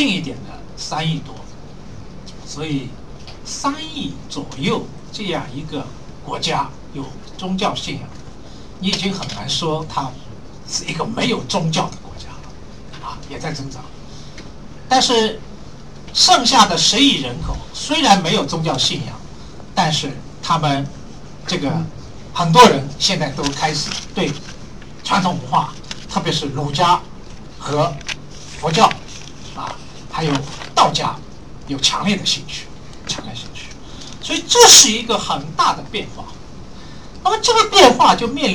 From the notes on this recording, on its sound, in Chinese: 这场年末讲座。更让现场听讲者云集。面对网上和现场的提问。